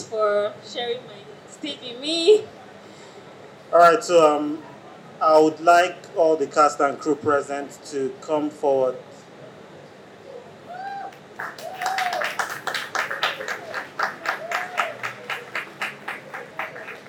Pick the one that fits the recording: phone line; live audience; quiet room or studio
live audience